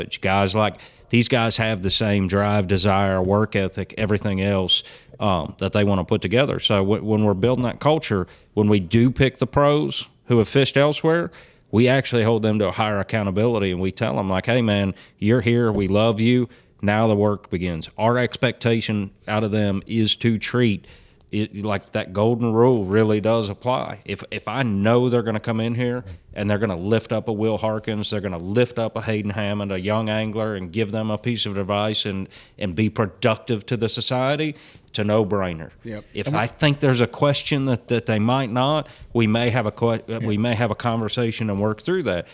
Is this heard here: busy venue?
yes